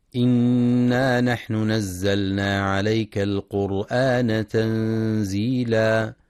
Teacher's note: ينتبه القارئ لإظهار اللام في كلمة نزلنا وعدم الإدغام فلا يقرأ نزلنا.